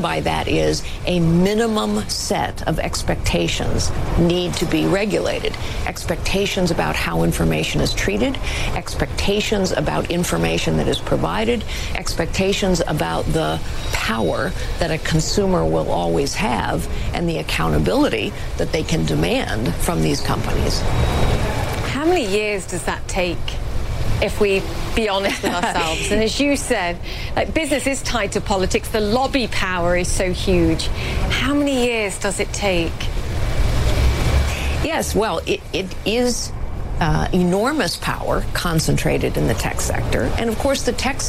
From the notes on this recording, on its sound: live from the New York Stock Exchange